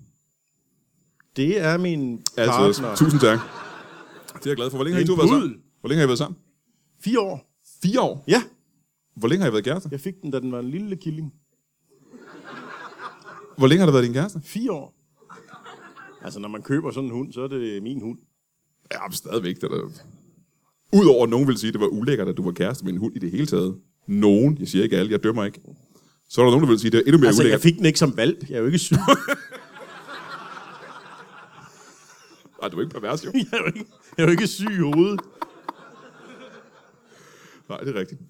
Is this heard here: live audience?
yes